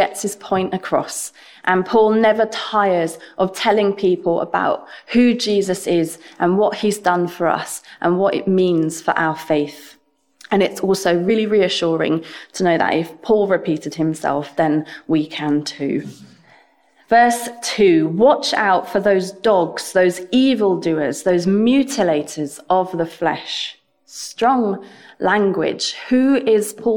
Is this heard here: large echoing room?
yes